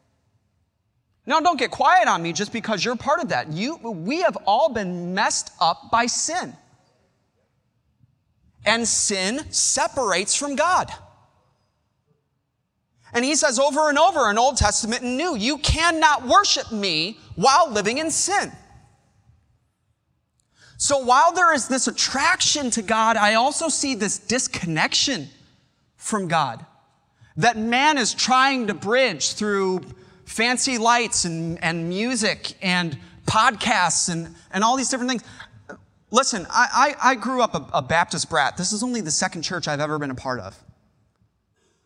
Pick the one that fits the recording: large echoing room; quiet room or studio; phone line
large echoing room